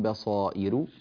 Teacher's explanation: نرقق الراء من كلمة بصائر من ربكم